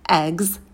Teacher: В конце звук «з» будет звонкий, не оглушайте.